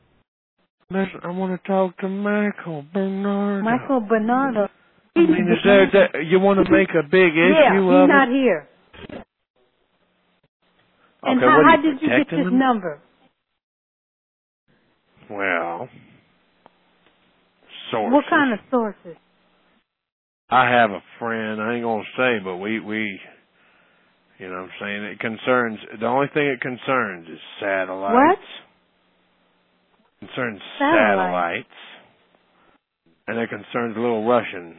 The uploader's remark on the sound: Personal Prank Phone Calls Collection